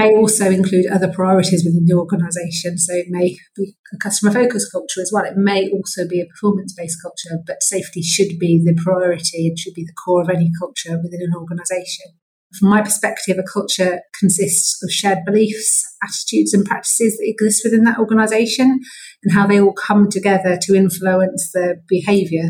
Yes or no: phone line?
no